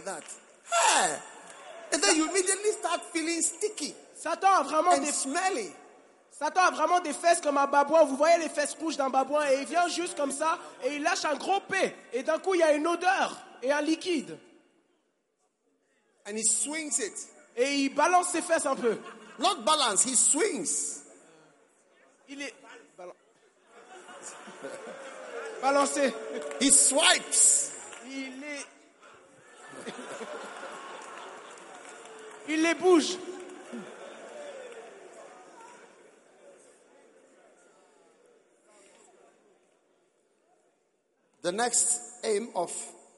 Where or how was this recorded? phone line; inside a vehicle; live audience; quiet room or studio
live audience